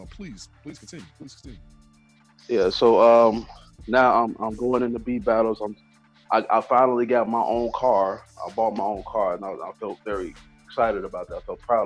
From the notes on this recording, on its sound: web call interview